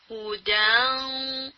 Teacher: دیکھیں آپ کی زبان بالکل نون کے پاس نہیں جا رہی، نون کے مخرج کے پاس نہیں جا رہی، لیکن جو تنوین کی وجہ سے ساؤنڈ پروڈیوس ہونی ہے وہ آپ کی جو نیزل کیویٹی ہے وہاں پہ پروڈیوس ہو رہی ہے · آپ کی زبان بالکل نون کے پاس نہیں جا رہی، نون کے مخرج کے پاس نہیں جا رہی، لیکن جو تنوین کی وجہ سے ساؤنڈ پروڈیوس ہونی ہے وہ آپ کی جو نیزل کیویٹی ہے وہاں پہ پروڈیوس ہو رہی ہے، ٹھیک ہے. · Term: انکمپلیٹ ادغام